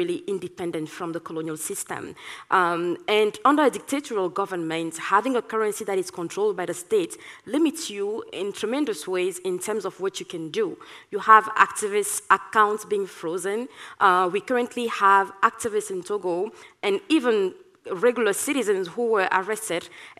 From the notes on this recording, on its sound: recorded at the 2022 Oslo Freedom Forum